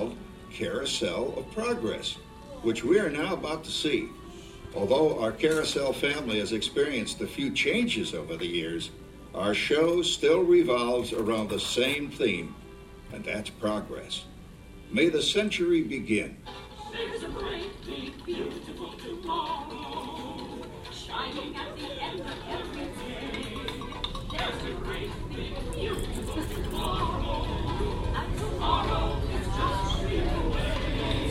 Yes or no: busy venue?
yes